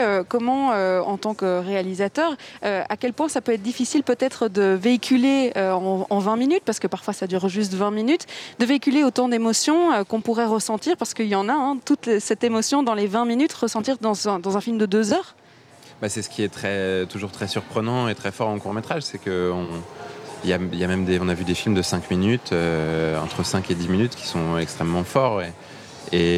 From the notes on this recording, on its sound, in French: aujourd'hui depuis le Brussels Short Film Festival, à la Monnaie